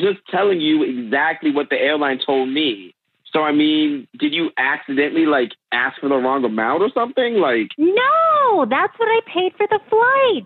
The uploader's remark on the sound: It’s an emergency Awkward Tuesday Phone Call!